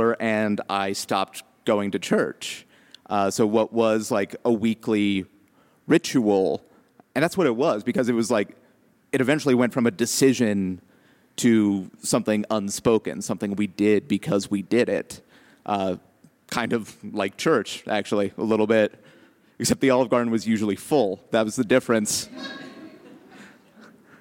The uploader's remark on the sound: told live on 24 June 2017 at the McNichols Building in Civic Center Park